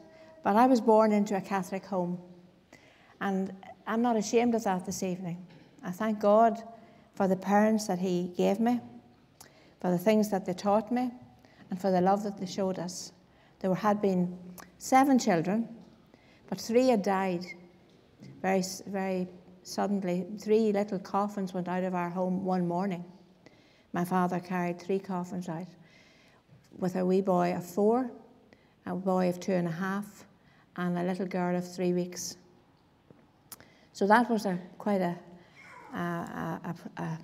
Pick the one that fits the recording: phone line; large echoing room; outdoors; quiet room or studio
large echoing room